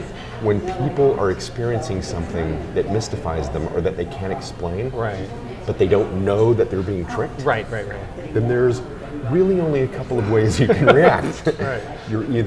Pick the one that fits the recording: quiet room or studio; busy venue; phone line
busy venue